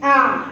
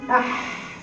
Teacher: تاني يعني الحق هنا بتقولي اح فيها امتداد للصوت، لكن تانية اع في تضييق للمخرج في العين اكتر من الحق، العين تضييقها اكتر من الحق، فعشان كده بقت في المتوسط.